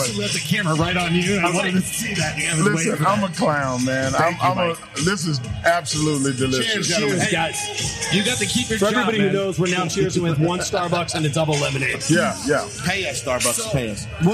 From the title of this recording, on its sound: Live From The World Food Championships